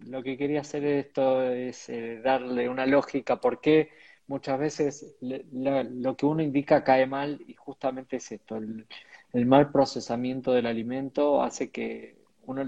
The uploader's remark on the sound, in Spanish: Audio de la charla en vivo por Instagram